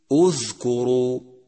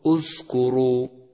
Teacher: يجب جهره إذا جاور حرفا مهموسا حتى لا يصير ثاء · Shown in: first take